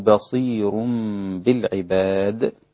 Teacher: ترقيق الراء لورش في بصير بالعباد